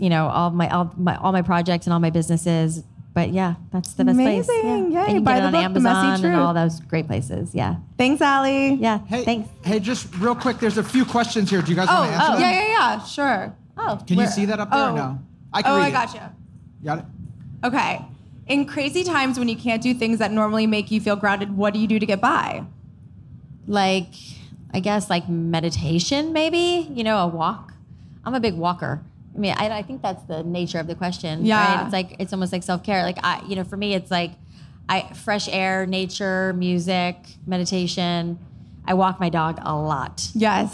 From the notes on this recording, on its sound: at a live Future Proof event in Huntington Beach, California